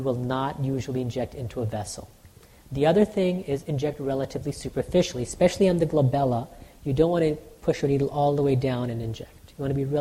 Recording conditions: live audience